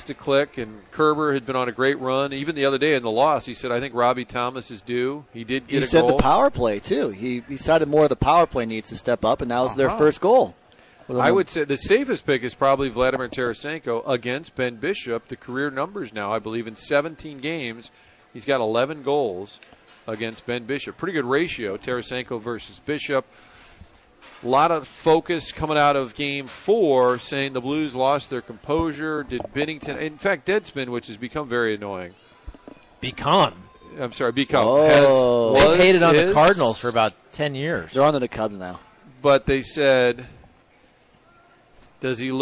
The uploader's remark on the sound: broadcasting live from Blondie's off Wash Ave